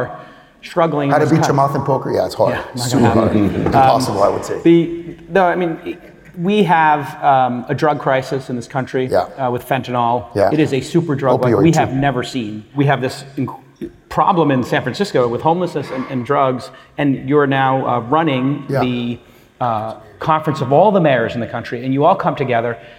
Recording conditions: live audience